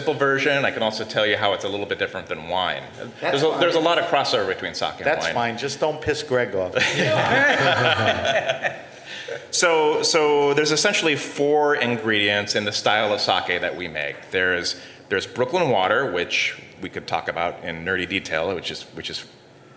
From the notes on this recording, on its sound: The Grape Nation and Heritage Radio Live at Industry City with Brooklyn Kura Sake and Moore Bros. Wine Shop.